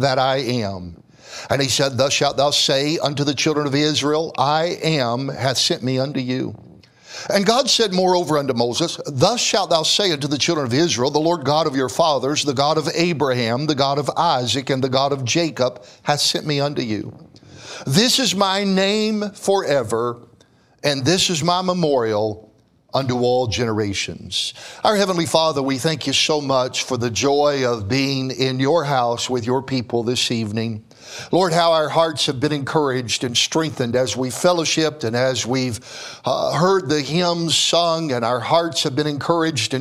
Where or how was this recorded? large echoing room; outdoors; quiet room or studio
large echoing room